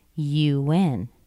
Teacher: So make sure that you start somewhere in the middle, drop down a bit, go up high, and drop just a little bit more